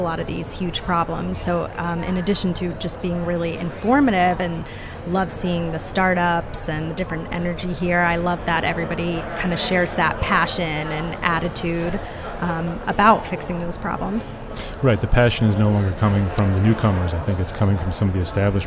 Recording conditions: busy venue